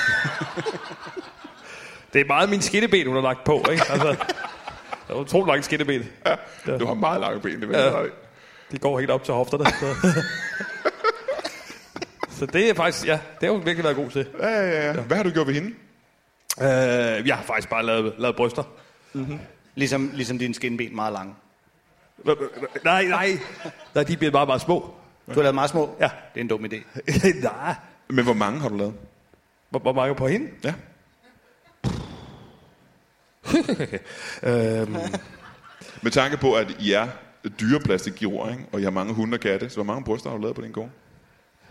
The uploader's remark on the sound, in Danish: LIVE fra Skråen i Aalborg